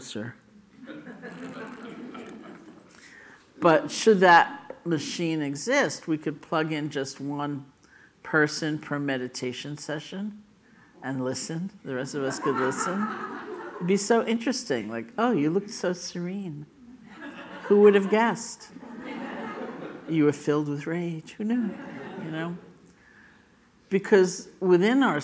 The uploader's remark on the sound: The Rubin Museum of Art presents a weekly meditation session. This podcast is recorded in front of a live audience and includes an opening talk and 20-minute sitting session.